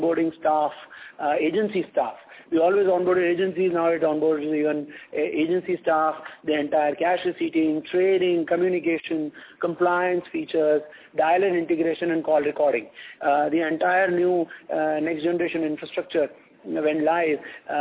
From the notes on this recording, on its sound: Results discussion/conference call